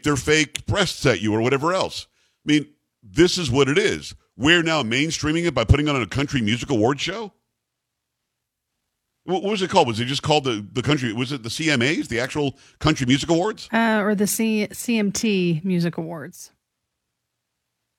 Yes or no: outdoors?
no